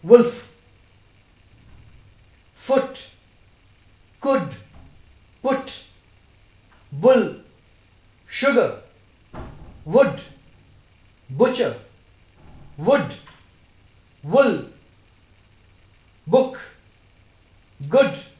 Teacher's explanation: So this vowel, when it is articulated, it is articulated raising the part of the tongue nearer the back one-third position to the half-closed position. Lips are spread, loosely rounded, and the tongue is lax. · Term: short oo